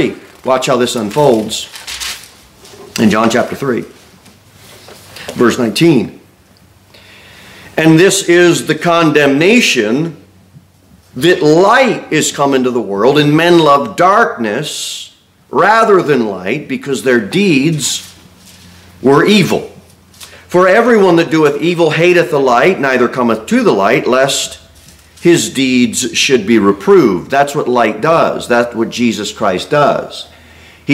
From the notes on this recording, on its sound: Sermon delivered at Pilgrim Baptist Church on Sunday, October 22, 2023, at 11-15 am. Jere Whitson Rd. Cookeville, TN 38501. Pilgrim Baptist Church is a bible-believing, independent Baptist church.